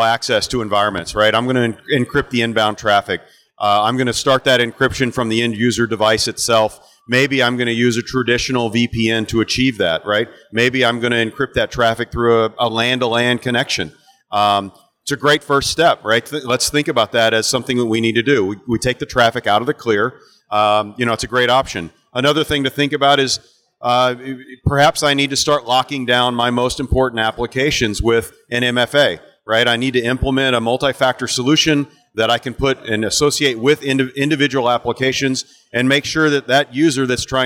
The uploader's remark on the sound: Recorded from the floor of RSA® Conference 2022